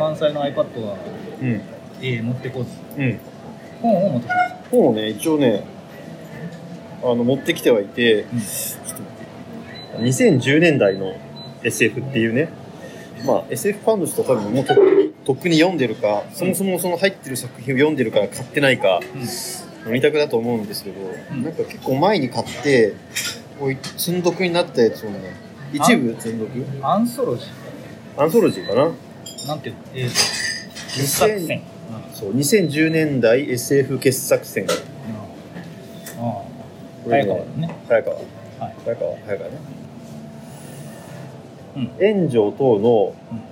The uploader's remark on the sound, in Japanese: 11月末に札幌の喫茶店で収録した音声を配信します。